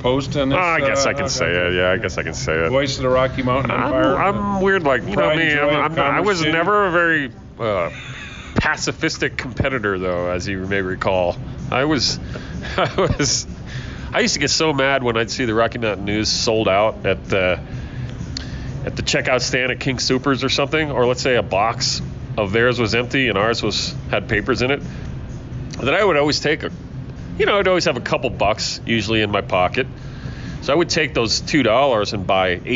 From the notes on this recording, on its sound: comes to your ears from Bender’s Bar and Grill